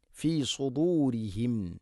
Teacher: റഹ്ബതൻ ഫി സുദൂരിഹിം മിനല്ലാഹ്. സുദൂരിഹിം, സ്വാദ് ഹെവിയായിട്ട് ഉച്ചരിക്കേണ്ട അക്ഷരമാണ്, ഇസ്തിഇലാന്റെ അക്ഷരമാണ്. നാവിൻ്റെ മധ്യഭാഗം അണ്ണാക്കിലേക്ക് ഉയർന്ന് ഉച്ചരിക്കണം. ഫി സുദൂരിഹിം, ശേഷം ഫി സുദൂരിഹിം മിനല്ലാഹ്.